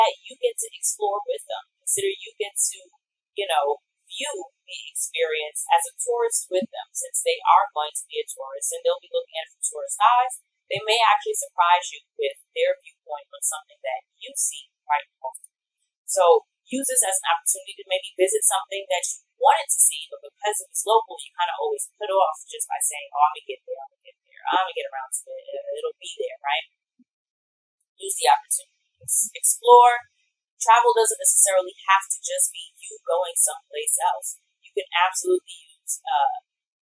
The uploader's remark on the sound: Heads up, there was an error in my recording! The audio quality isn’t the greatest, but you can still hear it all.